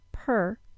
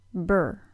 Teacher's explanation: If we compare the BR cluster to the PR cluster, that's br compared to per, we'll notice that the puff of air that happens with the R sound is bigger for the PR cluster than the puff of air for the BR cluster. This is one of the main differences in voiced-unvoiced stops.